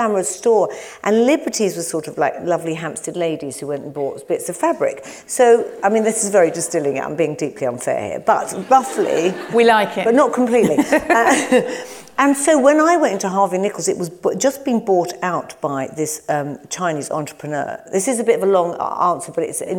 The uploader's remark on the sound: In front of a live audience at the Shaw Theatre, London. Thanks to Penguin Random House for producing this live event, the staff at the Shaw Theatre.